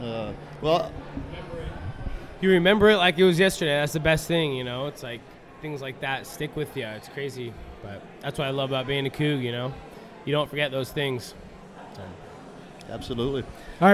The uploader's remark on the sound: Live from Flatstick Pub! Recording together from Coug-owned Flatstick Pub in Pioneer Square!